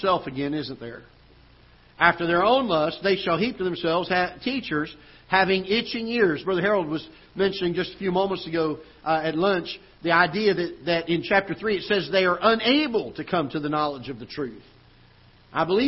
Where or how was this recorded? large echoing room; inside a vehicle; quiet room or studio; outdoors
large echoing room